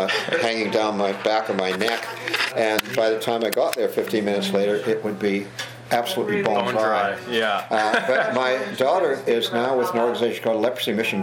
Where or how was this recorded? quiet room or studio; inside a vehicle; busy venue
busy venue